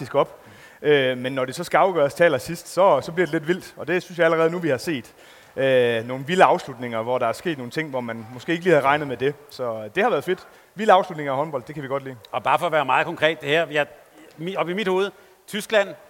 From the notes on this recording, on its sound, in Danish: Optaget live i Fanzonen i Boxen fredag eftermiddag.